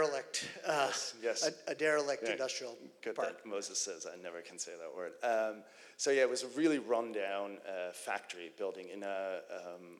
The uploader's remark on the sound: live, on the stage at Reconvene '23